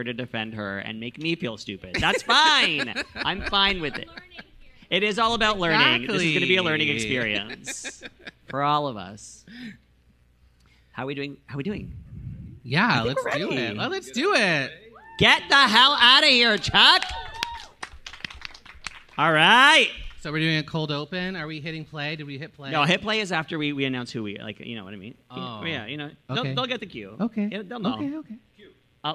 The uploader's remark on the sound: Especially when it is in front of a live audience at Canada’s FanExpo at the Metro Toronto Convention Centre?